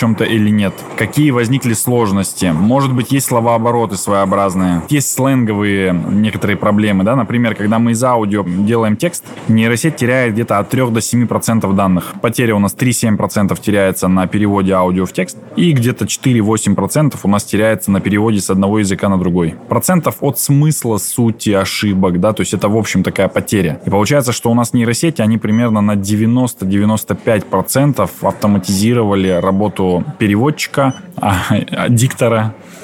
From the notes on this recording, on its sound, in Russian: Выпуск подкаста мы записали на форуме министров образования в Казани.